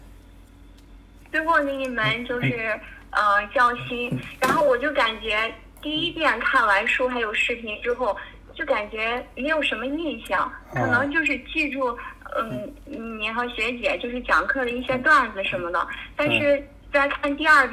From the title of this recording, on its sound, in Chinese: 学员电话回访录音